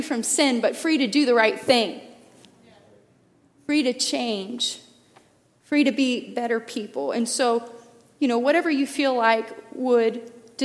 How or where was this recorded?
large echoing room